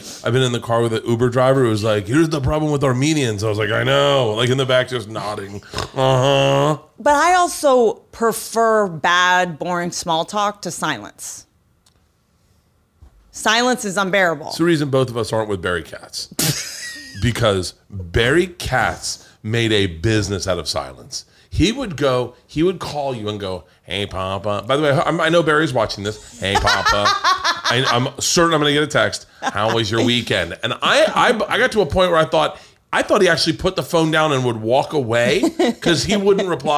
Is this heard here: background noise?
no